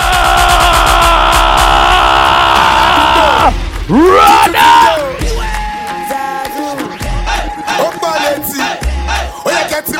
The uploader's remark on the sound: Live set recording at Zipang Lounge Nairobi, Kenya 2022